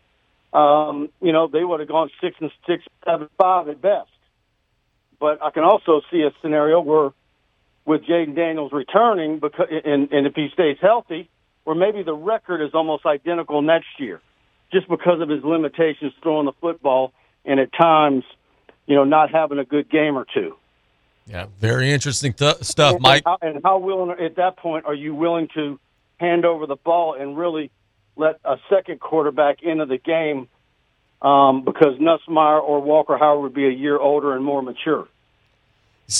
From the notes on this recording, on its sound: We then dive to the phone lines.